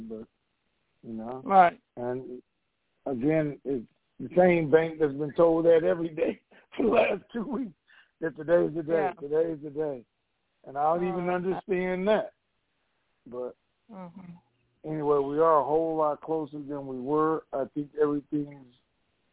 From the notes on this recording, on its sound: TNTSuperfantastic Conference Call.